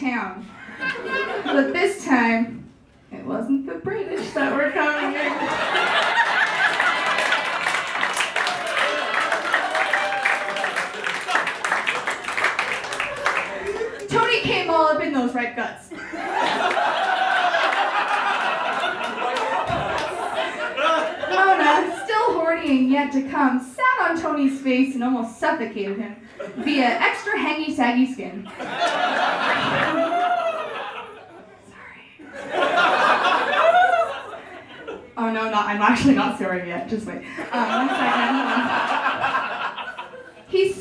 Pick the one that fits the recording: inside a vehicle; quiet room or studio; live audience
live audience